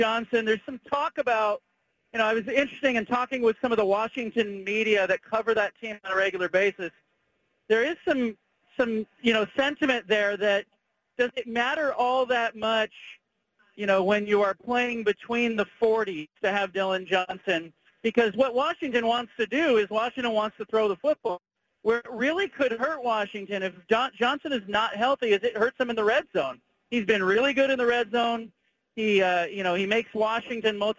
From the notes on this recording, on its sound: Calls in live from Houston and NRG Stadium, site of the National Championship Game between Washington & Michigan.